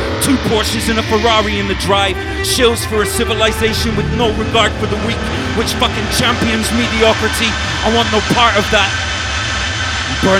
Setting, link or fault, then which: setting, busy venue